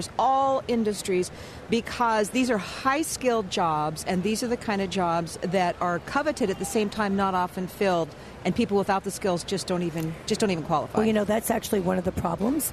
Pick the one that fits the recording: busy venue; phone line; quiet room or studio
busy venue